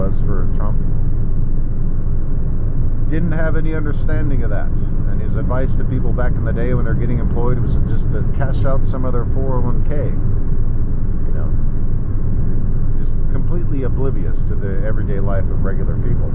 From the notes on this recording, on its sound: Sorry about audio. Wind from driving.